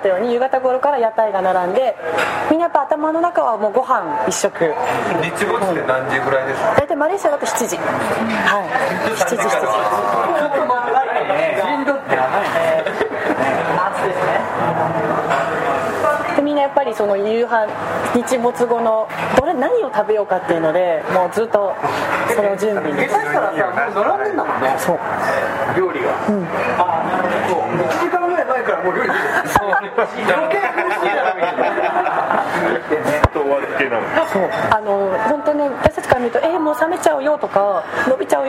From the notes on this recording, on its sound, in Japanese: 飲食店での収録のため雑音が多くなっております。